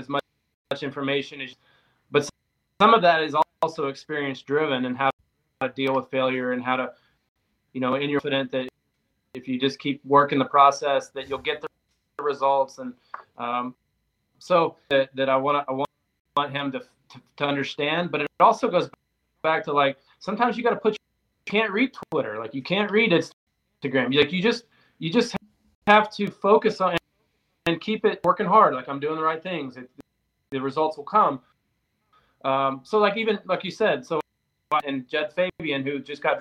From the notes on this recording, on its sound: APOLOGIES for the wifi issues